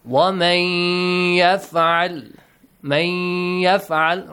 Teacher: you merge, you produce, yes, a nasal sound. Also, prolong it for two counts.